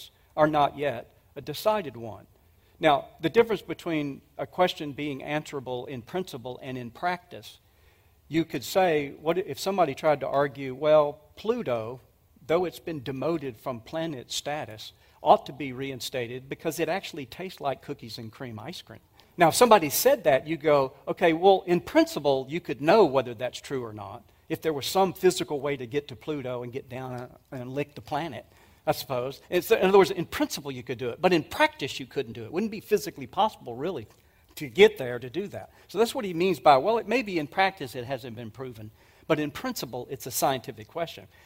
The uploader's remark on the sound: 2023 Apologetics Conference. At the 2023 Evidence and Answers conference.